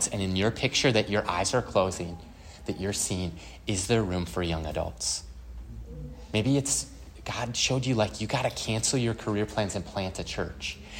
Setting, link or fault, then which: setting, live audience